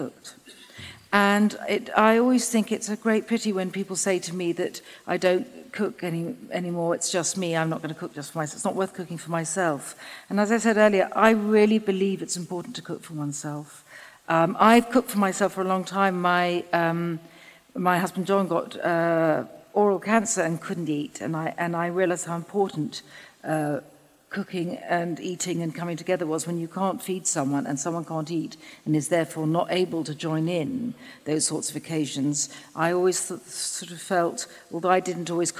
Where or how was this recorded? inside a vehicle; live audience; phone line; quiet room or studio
live audience